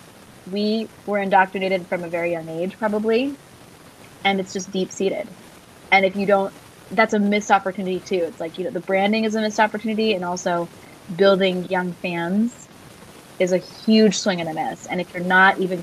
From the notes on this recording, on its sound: Some audio difficulties & for an unknown reason some fuzz in the latter half